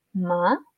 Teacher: Es como que estás en el medio, en sonido de medio, y vas para arriba. · Term: El segundo tono